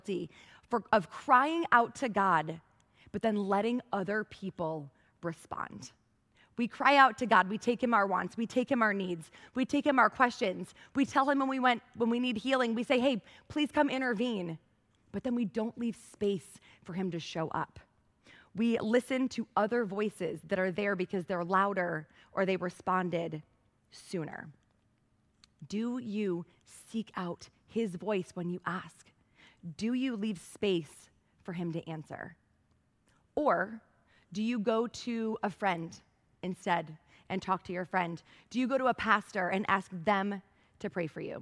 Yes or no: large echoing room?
yes